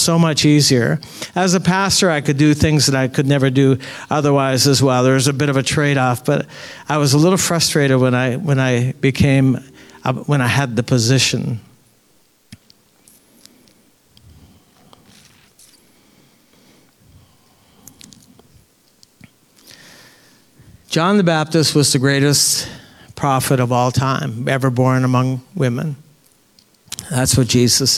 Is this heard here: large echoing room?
yes